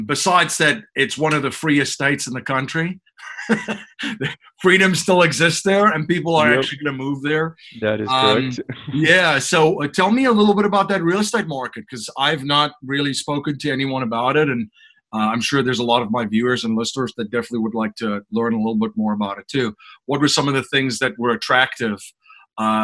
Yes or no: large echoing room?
no